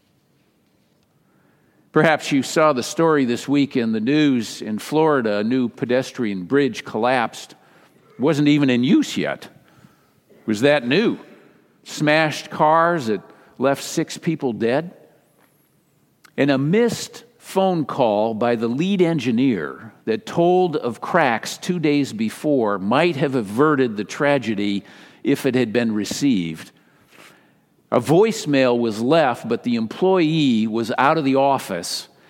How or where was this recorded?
large echoing room